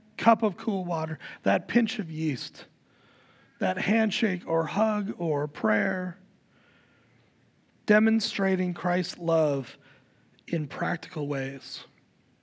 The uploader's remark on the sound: Recorded live at Word of Life Church in Le Sueur, Minnesota, on July 9, 2023